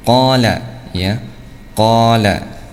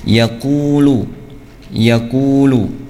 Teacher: Bacaan mat asli ya, itu panjangnya adalah 2 harokat ya, dibaca 2 harokat ya.